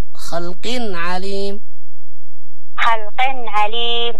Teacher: النون الساكنة والتنوين إذا جاء بعدها عين هو أظهر